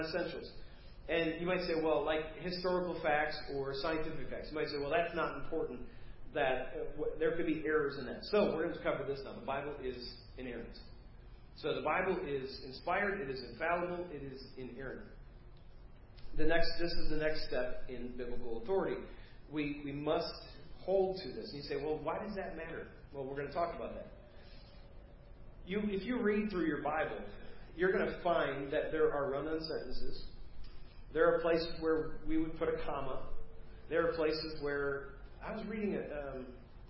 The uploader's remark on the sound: preached Wednesday 8/2/2023 at First Baptist Church of Hazel Park